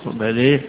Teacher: الفتح الجمهور اقرأها بالإمالة حمزة والكسائي وخلف، وكذلك شعب عن عاصم